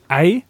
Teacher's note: dann habe ich am Anfang von diesem E einen Glottisverschluss, deswegen habe ich so ein kleines Knacken da quasi am Anfang drin